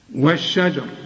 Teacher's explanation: حولناها اللام أدغمت في الشين